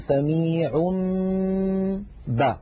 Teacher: فنطبق الشفتين على الميم وعلى الباء التي بعدها إطباقا واحدا